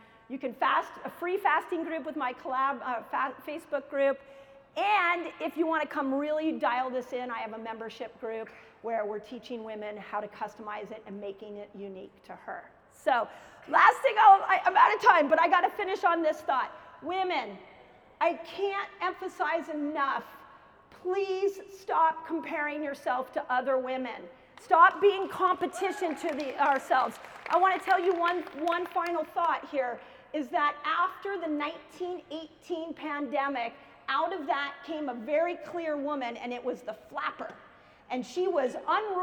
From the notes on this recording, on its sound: keynote lecture at KetoCon 2022